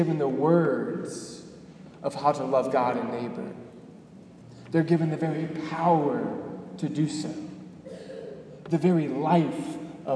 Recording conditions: large echoing room